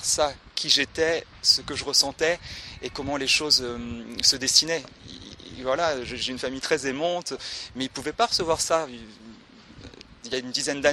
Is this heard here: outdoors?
yes